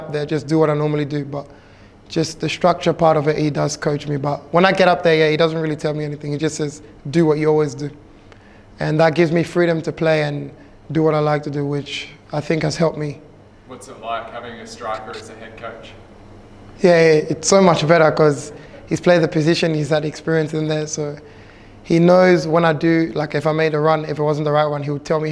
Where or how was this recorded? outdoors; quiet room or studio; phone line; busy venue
busy venue